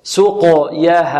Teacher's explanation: السين ماذا؟ مرققة، والقاف مقلقلة ومفخمة، والياء مرققة. وهنا نعطيها نبين القلقلة في القاف، سقيها، والقلقلة لا تميل لا إلى فتح ولا إلى كسر ولا إلى ضم كما سبق.